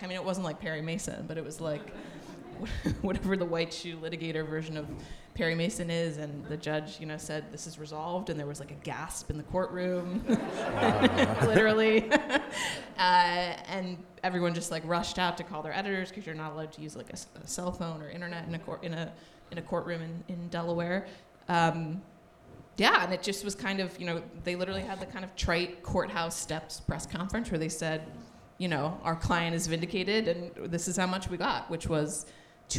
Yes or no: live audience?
yes